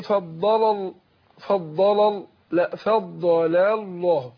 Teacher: يرقق اللام الاولانيه اللي هي بتاعت فضل أيوة. ولام لفظ الجلاله الله افخمها. · Term: مرققه